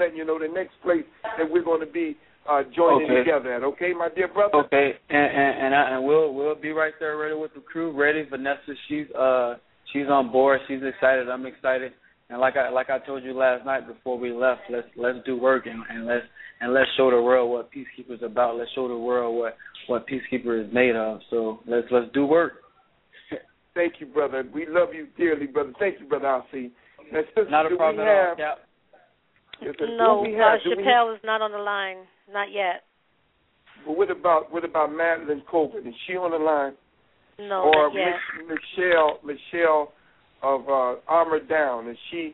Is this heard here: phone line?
yes